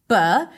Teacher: a stop sound that is created in the lips